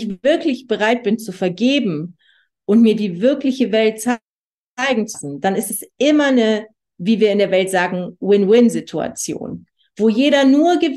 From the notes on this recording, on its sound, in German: Zoom-Session. Veranstaltet von der Aleph Akademie.